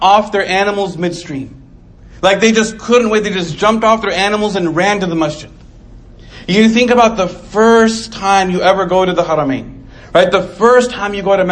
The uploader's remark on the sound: Delivered 8/23/2019 Islamic Center of Coppell